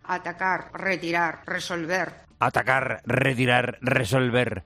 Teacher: Parece que la ministra portavoz, ministra de Educación, solo usa la R fuerte. No distingue los dos fonemas.